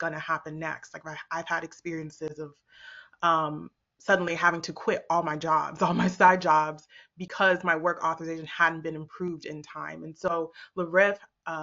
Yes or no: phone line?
no